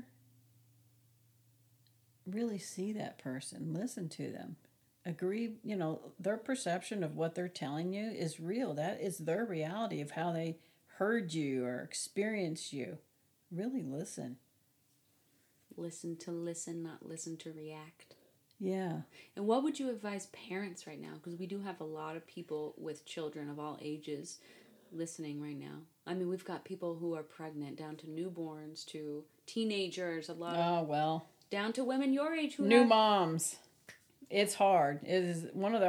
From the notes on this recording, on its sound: The audio in this episode is quiet, as we were sharing one mic on her front porch.